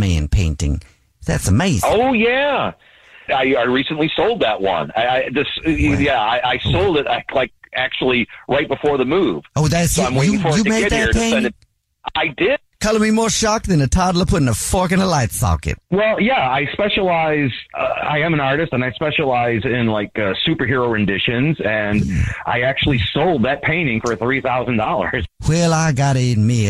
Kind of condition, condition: link, phone line